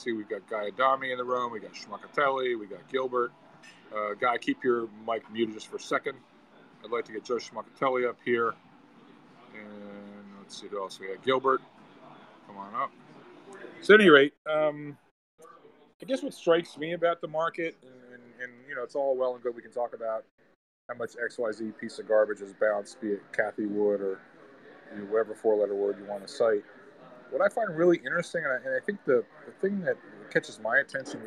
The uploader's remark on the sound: Live from Sally’s Apizza.